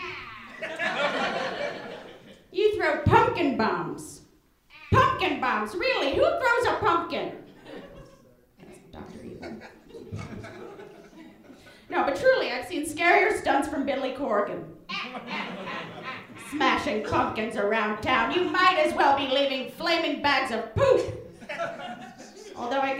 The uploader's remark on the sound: An episode from their live show Nerd Roast. This month's show comedians dressed up as characters from Spider-Man and roasted each other.